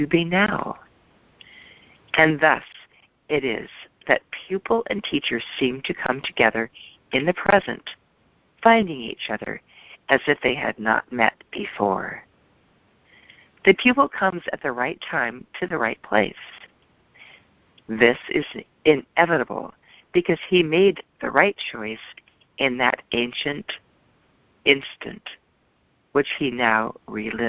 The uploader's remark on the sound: ACIM Daily TEXT Conference Call